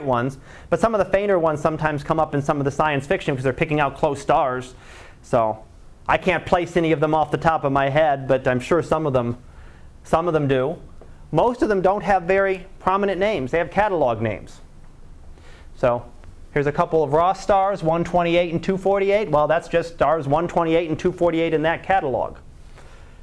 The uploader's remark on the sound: Live Class Lecture